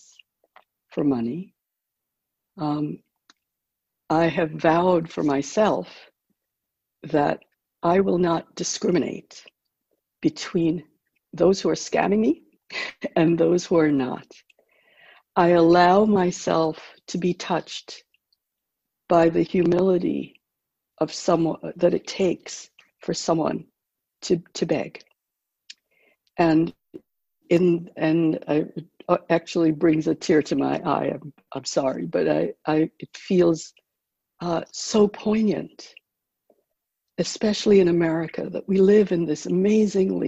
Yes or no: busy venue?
no